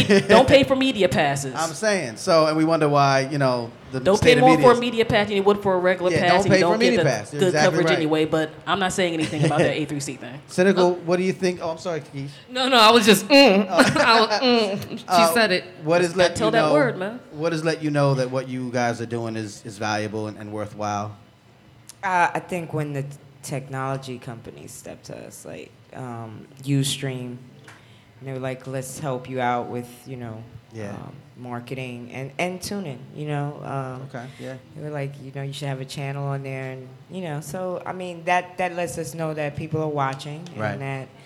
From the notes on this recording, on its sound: Bondfire Radio Audio Fest LIVE. During the 2015 Bondfire Radio Audio Fest.